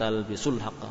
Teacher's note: Jadi maksudnya melatih supaya kita langsung menyatakan wawunya tidak dibaca, ya, langsung ke huruf lam sukun. Talbisul haqqa, walaupun ada wawunya, namun ya, kita membacanya dengan pendek.